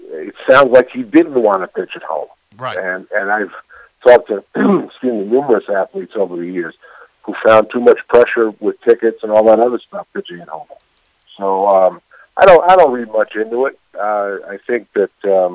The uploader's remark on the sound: will be on the phone